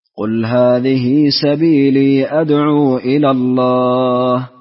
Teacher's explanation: قصرت المنفصل في الموضعين، في قوله سبيلي أدعو وأدعو إلى الله